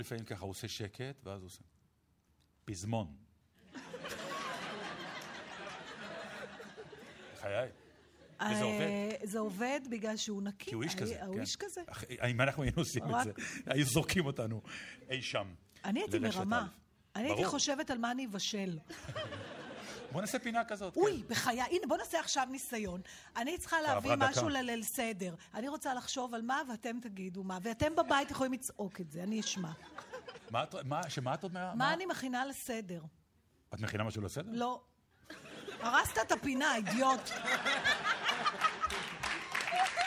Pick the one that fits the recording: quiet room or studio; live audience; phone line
live audience